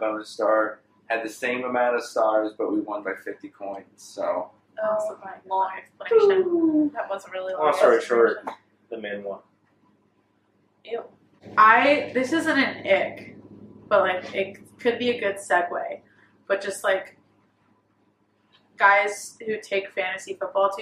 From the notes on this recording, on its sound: Forgive the audio in this episode, I accidentally deleted the good audio. Now we all just kind of look goofy holding mics lmao.